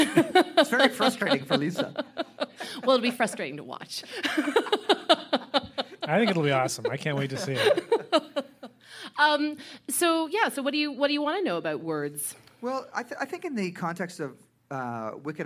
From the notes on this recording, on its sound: As part of our Boiling Point Process live event on December 2018 in Saint John, New Brunswick, we invited four sets of guests to join us on stage for live recordings of The Boiling Point.